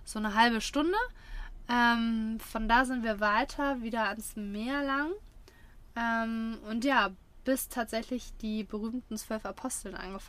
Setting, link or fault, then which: setting, inside a vehicle